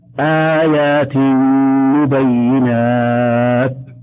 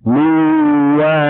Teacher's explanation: ولا يخفى كمال إدغام النون الساكنة والتنوين في النون والميم ونقصه في الياء والواو · Term: الإدغام بغنة